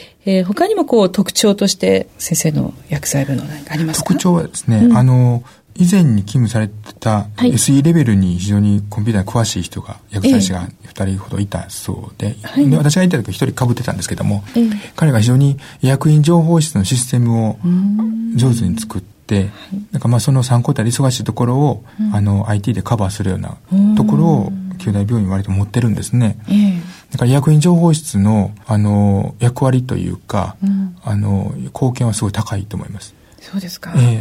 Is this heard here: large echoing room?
no